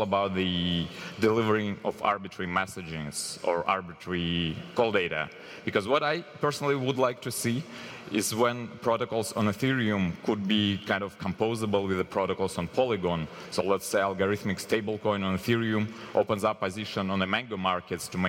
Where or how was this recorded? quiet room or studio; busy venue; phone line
busy venue